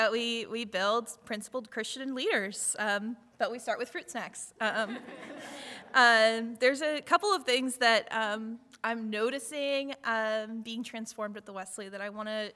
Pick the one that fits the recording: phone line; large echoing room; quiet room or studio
large echoing room